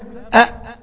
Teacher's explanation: خلاص وقفت الهمزة، وقفت مكتومة، لا في صوت بيجري ولا في نفس بيجري